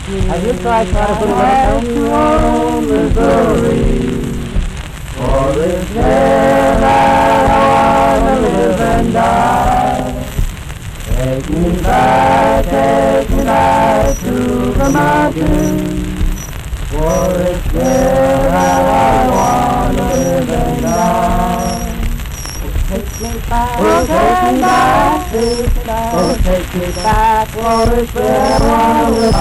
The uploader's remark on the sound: At the 1938 World's Fair. The 78 RPM record is in pretty bad condition.